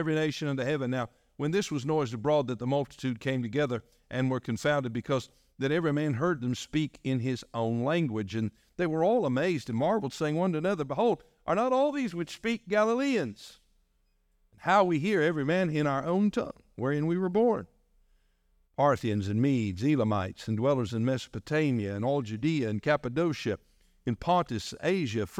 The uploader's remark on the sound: delivered on January 21, 2024, during our morning service